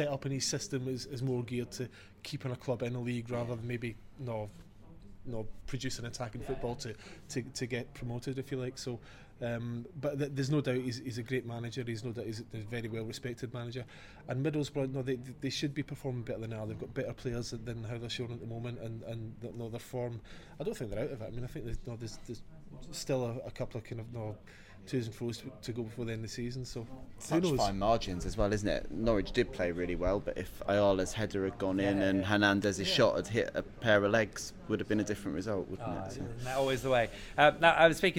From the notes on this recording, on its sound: LIVE from Departure Lounge in Norwich. All Canaries supporters are welcome every week to pop along to the pub and have their say live on the show.